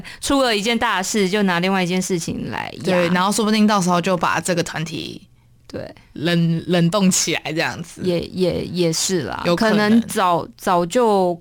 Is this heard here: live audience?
no